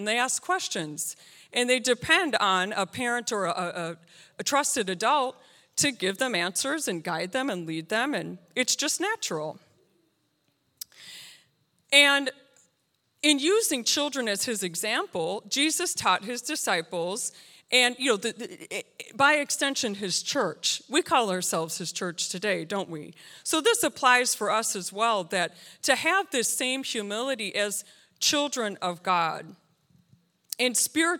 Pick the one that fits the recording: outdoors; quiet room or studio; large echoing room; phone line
large echoing room